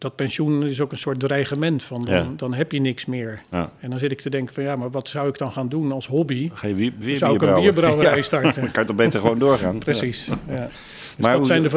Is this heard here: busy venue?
yes